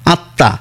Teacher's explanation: তয়ের দুবার এসে যাবে, দ্বিতীয় হয়ে যাবে, অনুনাসিক টাচ আসবে না।